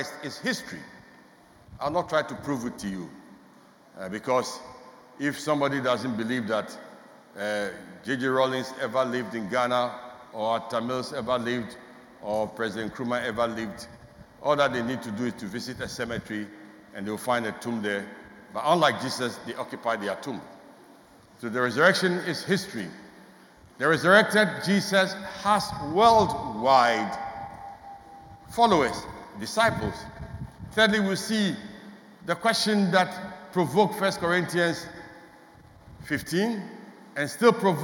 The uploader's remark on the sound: Sermon preached at CBC Shiashie Campus.